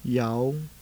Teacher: Next, the low rising tone.